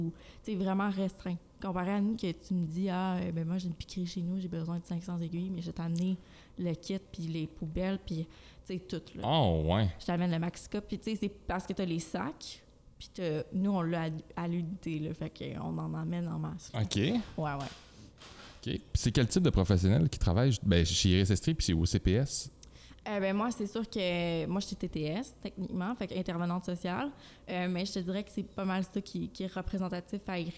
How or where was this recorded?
busy venue